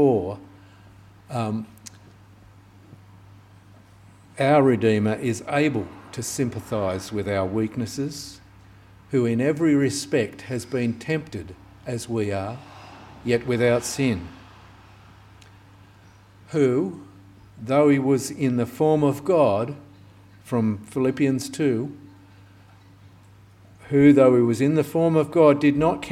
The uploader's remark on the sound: This sermon was preached on the 20th of August 2023 at all services of Helensburgh and Stanwell Park Anglican Church.